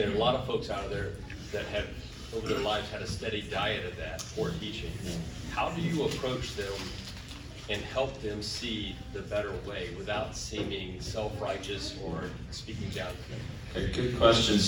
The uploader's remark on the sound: Lunchtime Q&A of the Interpreting the Bible Seminar